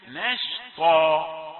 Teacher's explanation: نون رقيقة وشين كذلك نشطة، لا يبدأ التفخيم إلا من الطاء